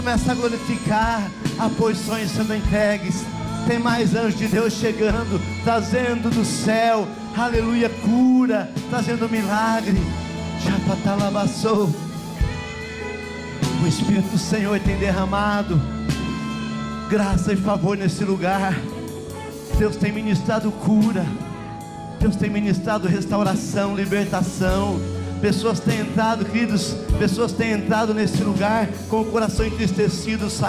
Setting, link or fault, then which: setting, large echoing room